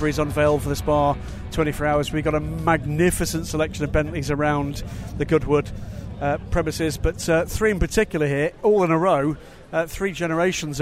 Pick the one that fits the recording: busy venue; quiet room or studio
busy venue